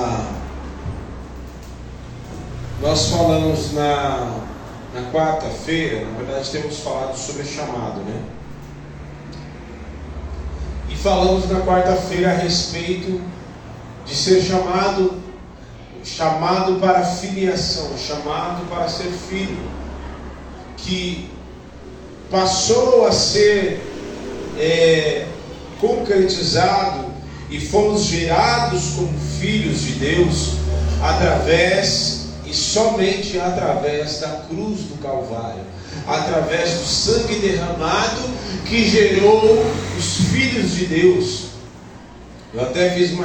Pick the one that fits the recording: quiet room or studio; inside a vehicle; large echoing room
large echoing room